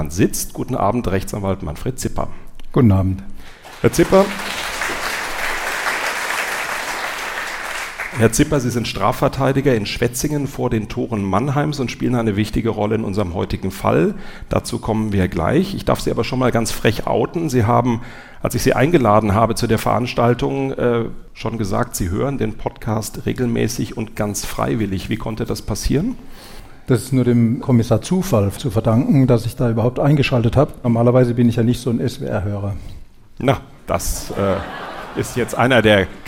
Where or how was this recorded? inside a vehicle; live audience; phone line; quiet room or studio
live audience